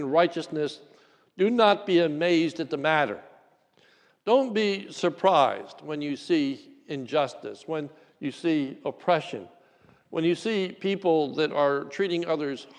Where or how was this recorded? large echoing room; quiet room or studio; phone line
large echoing room